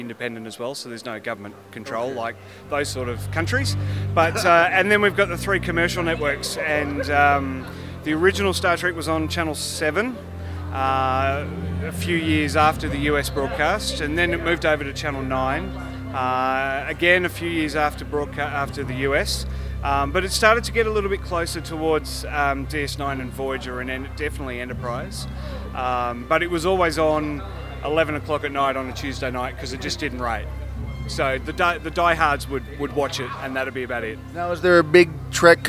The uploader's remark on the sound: Day 5 of STLV 2019. I had time to walk around and interview people when I wasn’t in The Nimoy Theater live tweeting panels.